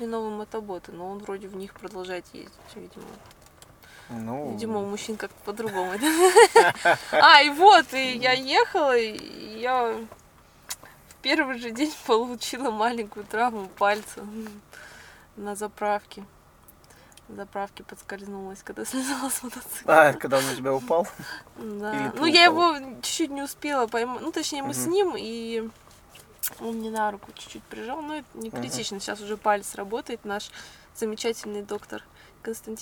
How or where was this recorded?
outdoors